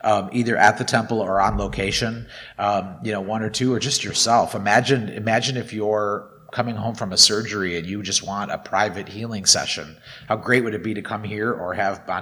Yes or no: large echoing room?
yes